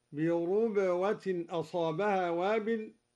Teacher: قرأ الدوري بضم الراء